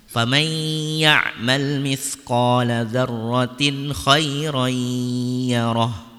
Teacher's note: Jadi ada dengung yang harus diberikan, baik dalam famai ataupun zarrotin atau zarrotin khairoyyaroh.